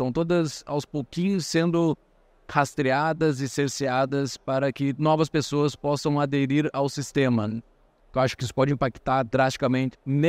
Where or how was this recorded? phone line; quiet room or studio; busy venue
busy venue